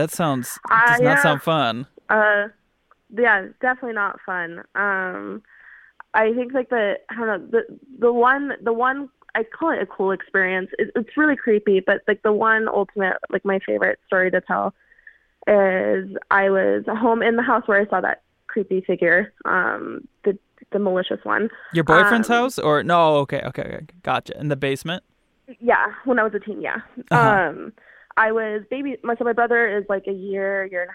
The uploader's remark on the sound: Listener Phone Call